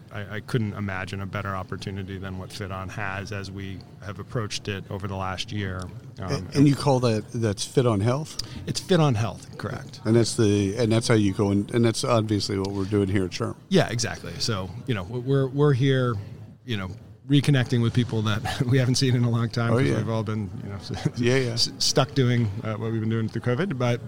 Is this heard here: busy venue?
yes